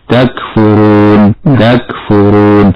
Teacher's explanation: أما الساكنة فمن القراء من يقرأ ببترها، أي عدم الإتيان بصفة الهمس فيها، وجعل الكاف شديدة فقط، وهذا خطأ، فلا بد من توضيح الهمس في حرف الكاف خاصة إذا سكنت، ولا بد من فك شدة الكاف بالهمس كما تقرأ تكفرون تكفرون، فالكاف في أولها شديدة وفي آخرها مهموسة